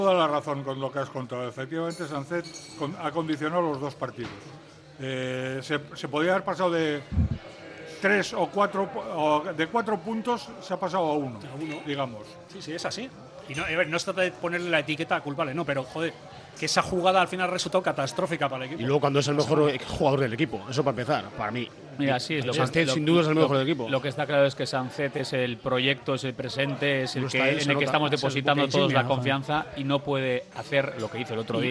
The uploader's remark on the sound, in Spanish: Hoy montamos una mesa redonda de periodistas (muy movida) en el Ein Prosit